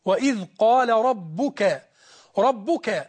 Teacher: لابد أن تراعي ترقيق اللام في قال وتفخيم القاف